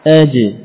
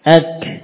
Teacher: kalau jim sudah di bagian tengah lidah. Ya, kalau kaf masih di bagian pangkalnya